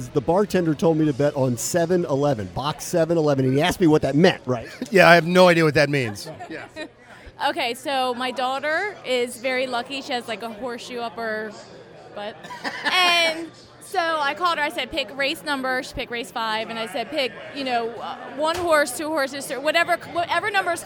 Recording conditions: busy venue